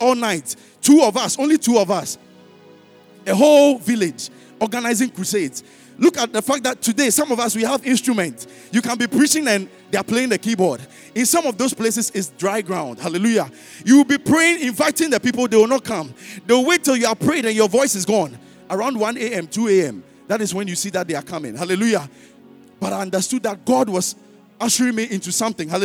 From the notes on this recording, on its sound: Sermon preached at CBC Shiashie Campus